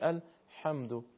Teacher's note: تلفظ حرف ها نباید تبدیل بشه به حرف خا و صدای حرف خا نباید ازش شنیده بشه. یعنی نباید بشه بسم الله الرحمن الرحیم الحمد، نه نیازی نیست، نیازی نیست.